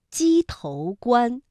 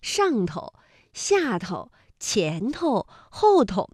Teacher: 那头这个字在生活当中其实我们是经常用作轻声来表达的 · Shown in: second take